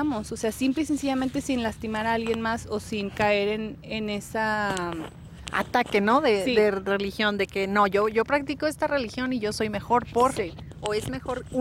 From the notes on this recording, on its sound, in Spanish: En este capítulo grabamos al aire libre en medio de una vibra super positiva, después de una práctica de yoga y un baño de gong.